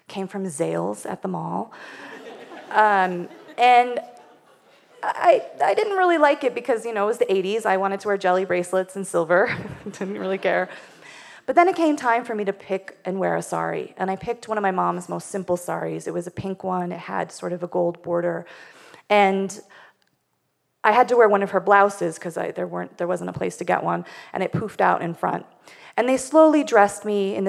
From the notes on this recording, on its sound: Live from Jackson. In front of a live audience in Jackson, Wyoming.